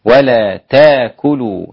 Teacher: تأكلوا أبدل الإمام ورش والإمام السوسي والإمام أبو جعفر وكذلك حمزة وقف، إذا وقف عليها حمزة أبدل هذه الهمزة ألفا · Term: الإبدال